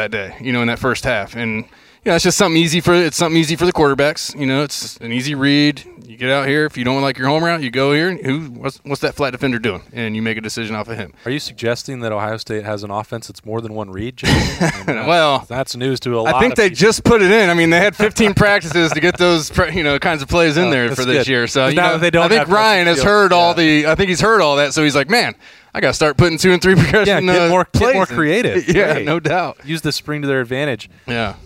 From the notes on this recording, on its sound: Lettermen Live is back at Roosters to break it down. As always, Lettermen Live is hosted by Roosters on Olentangy River Road in Columbus.